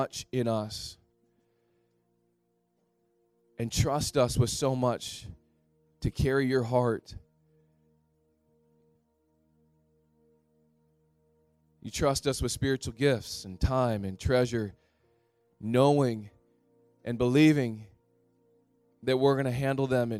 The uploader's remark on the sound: Thrive Leadership Conference (Session 6). Recorded on September 2, 2018 at THRIVE Church Vancouver, Canada.